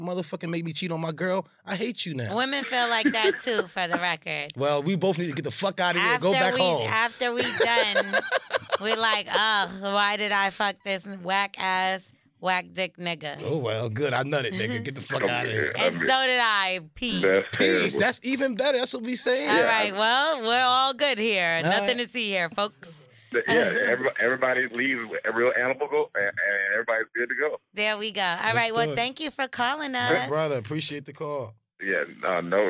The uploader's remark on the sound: We opened up phone lines for "Who's On Drugs" to see what our listeners thought about the subject.